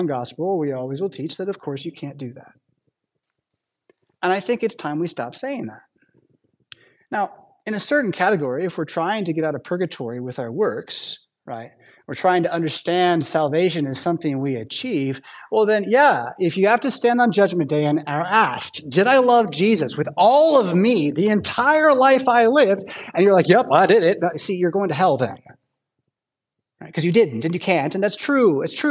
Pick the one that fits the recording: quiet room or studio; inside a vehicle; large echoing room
large echoing room